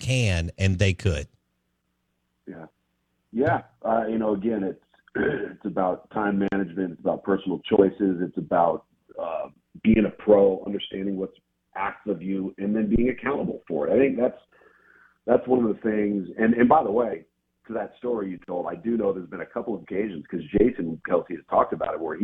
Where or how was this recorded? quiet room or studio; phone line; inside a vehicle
phone line